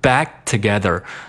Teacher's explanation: 这个 back，k，省略掉，和后面的 together 连在一起，变成 backtogether 。backtogether。那为了让这个 back 和 together 连接得更快，我们再读这个 back。读完之后，不发这个 k 这个音，但是呢，要把舌尖儿迅速地顶到我们的这个上牙的牙根和这个肉的这个接触的这个位置。那这是为什么呢？就是为了最快的速度再发出一个 t 这个音。那我们感觉一下，其实你在发这个音的时候呢，舌尖儿呢是顶在这个上牙和肉接触的这个位置的。T，T，所以说我们读完 bat 之后，马上把这个舌尖儿顶到刚才我说的这个位置。一个呢是能造成一个 back，一个迅速停